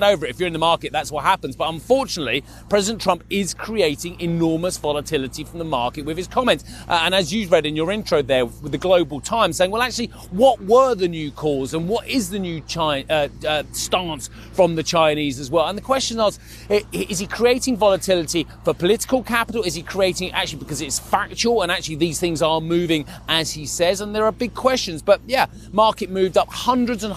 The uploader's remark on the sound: We are live at the G7 in Biarritz, France.